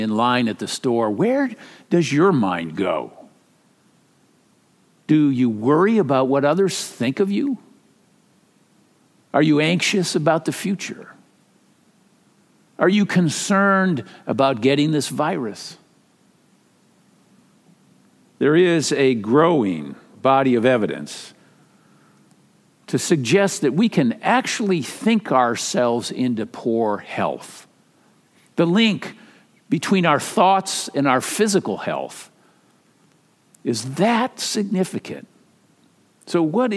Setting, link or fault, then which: setting, large echoing room